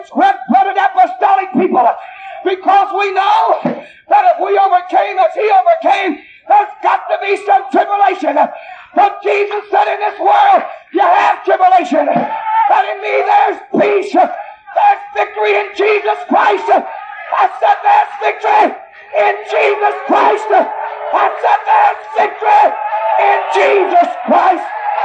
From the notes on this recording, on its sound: preaches at West Palm Beach Conference in 1976